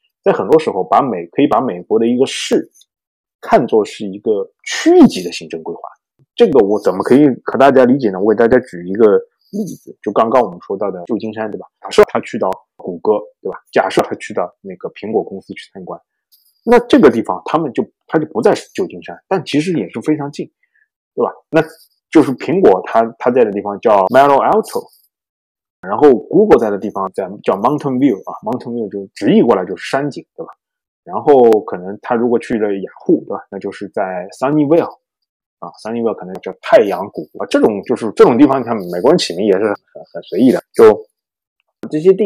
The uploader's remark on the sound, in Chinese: 因某种“不可抗力”下录音设备问题，导致本期节目音质略有瑕疵，望见谅。